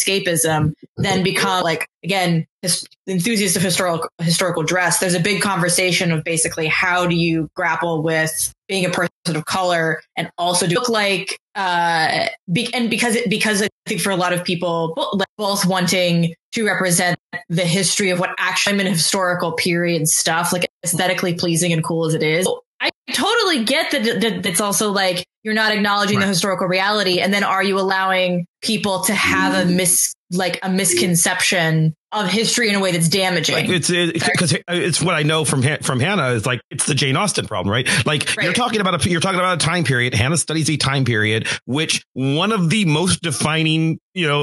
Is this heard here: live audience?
no